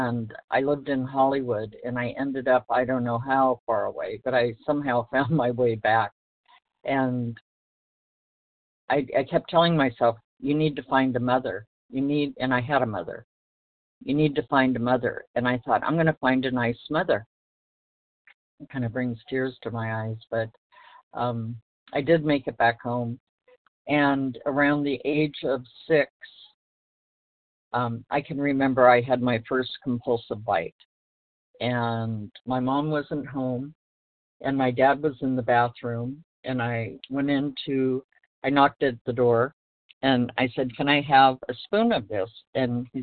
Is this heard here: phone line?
yes